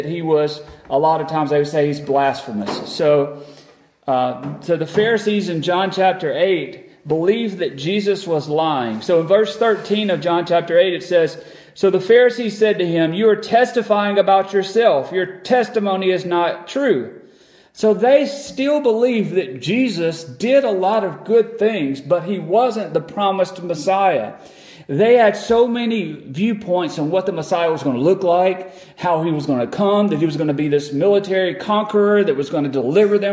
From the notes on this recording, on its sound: At Friendship Baptist Church.